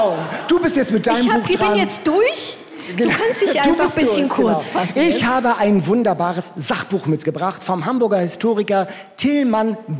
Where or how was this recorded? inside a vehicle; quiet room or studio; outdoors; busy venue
busy venue